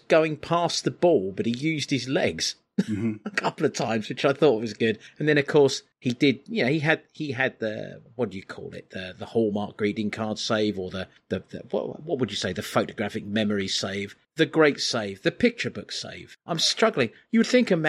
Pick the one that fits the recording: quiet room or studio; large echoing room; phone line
quiet room or studio